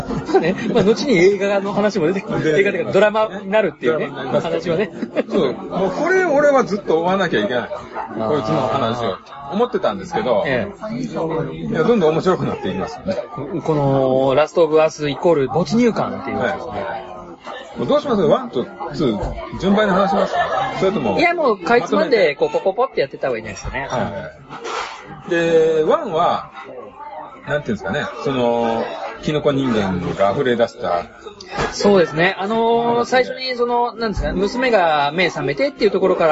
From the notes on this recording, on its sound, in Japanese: 今回は居酒屋収録のため音声が悪いです。